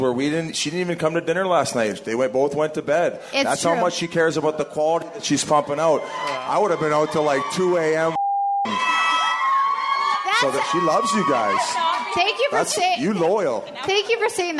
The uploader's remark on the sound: Phoenix Live Show. Comes to us live from Phoenix this week.